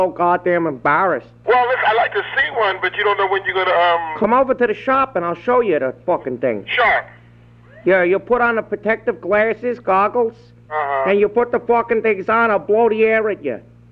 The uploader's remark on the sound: Prank Phone Calls Collection.